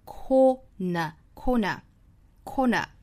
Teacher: 我们注意 corner 这个单词两个 r 都不卷舌，英音发成 corner cornercorner